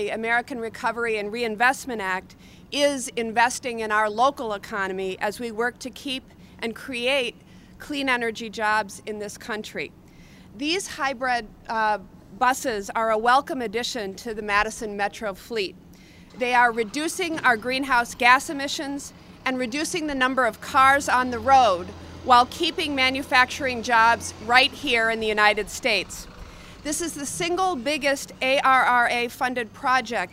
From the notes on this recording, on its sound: Madison Metro: Press Conference on New Hybrid Buses. Madison City Channel captured this press conference.